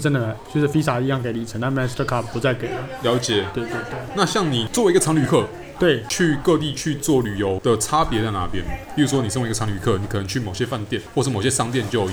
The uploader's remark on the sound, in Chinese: 本集白噪音指數：微風級 2/5。錄音地點：李亭香。